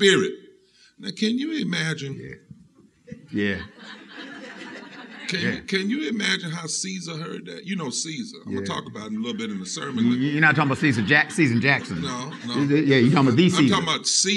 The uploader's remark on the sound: From our live show at Rooted in Jesus in Atlanta.